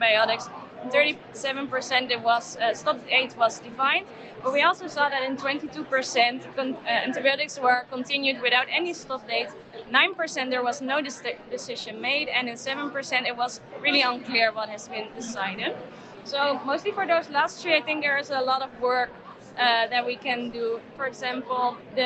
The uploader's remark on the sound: live from Copenhagen, Denmark, for the 33rd European Congress of Clinical Microbiology & Infectious Diseases (ECCMID 2023), 15-18 April 2023.